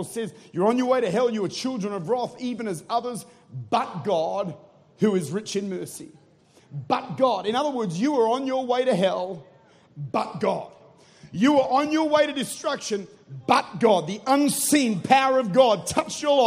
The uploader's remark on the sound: Recorded at Life Church, St. Louis, Missouri.